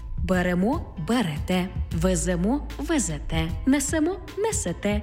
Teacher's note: У дієсловах на емо, імо, ете, іте наголошуємо останній склад.